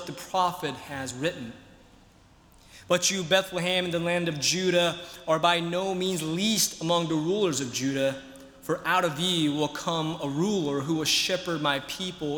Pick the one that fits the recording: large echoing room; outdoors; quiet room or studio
large echoing room